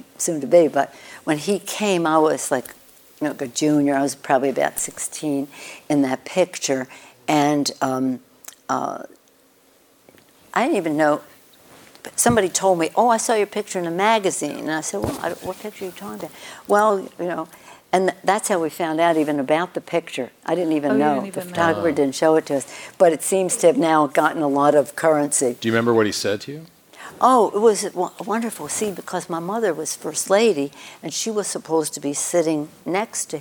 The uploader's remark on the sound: On stage at KQED Live.